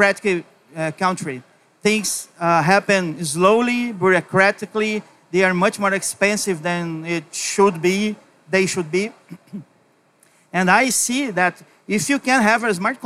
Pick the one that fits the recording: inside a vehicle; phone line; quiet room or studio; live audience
live audience